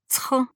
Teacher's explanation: Согласный звук «цх» также произносится с придыханием